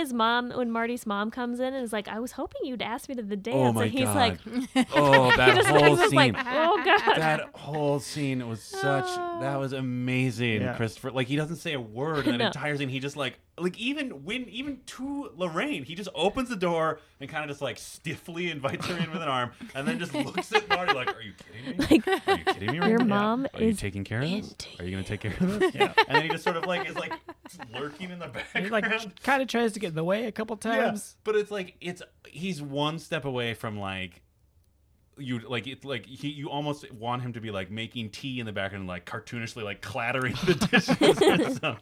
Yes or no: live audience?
no